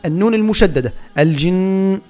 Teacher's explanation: النون المشددة الجن، نعطيها مقدار زمنين، مقدار ألفين باعتبارها تغن النون المشدد